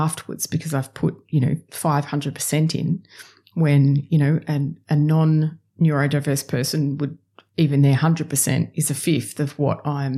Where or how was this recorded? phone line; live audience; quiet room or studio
quiet room or studio